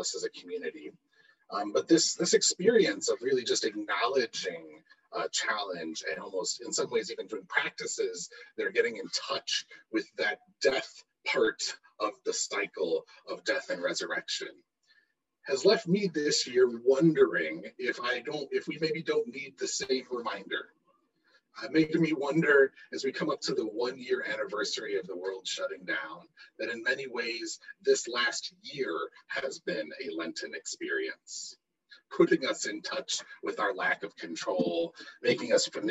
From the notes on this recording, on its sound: We experienced technical difficulties this week, please forgive the poor audio quality!